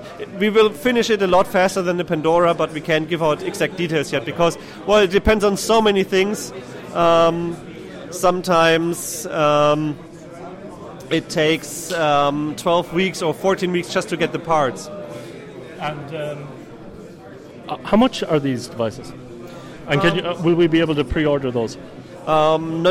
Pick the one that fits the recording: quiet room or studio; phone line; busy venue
busy venue